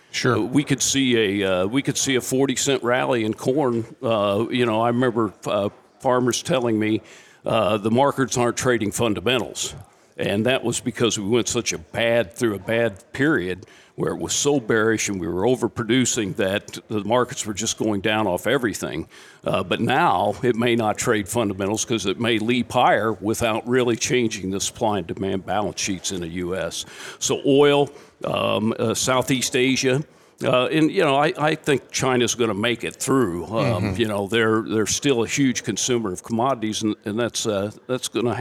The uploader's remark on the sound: We are live today from the AgMarket.net Farming for Profit, Not Price Conference in Nashville, TN.